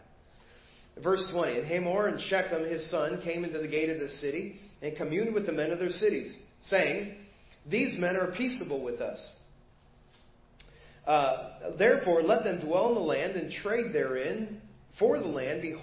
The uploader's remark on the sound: Preached at First Baptist Church of Hazel Park